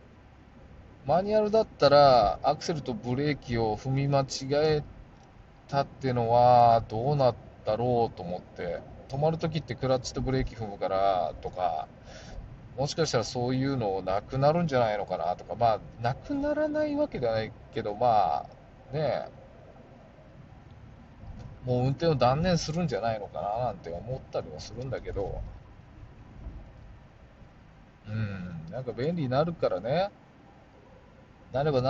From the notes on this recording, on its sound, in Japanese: 運転中 あの日の車からボツにした声。今年の8月に収録しボツとした音声。